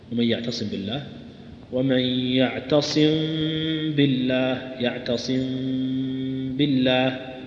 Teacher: تخفيها عند الباء بحيث يخرج معها غنة من الأنف، غنة فيها شدة يسيرة جدا جدا لا تكاد تذكر. · Term: الإخفاء